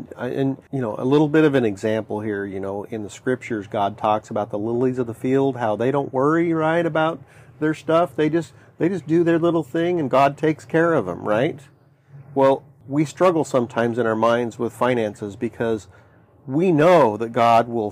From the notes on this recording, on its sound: We're recording on our sailboat so please forgive the wind and water noise in the background. Sailing around the world on their 1981 Morgan 462 sailboat.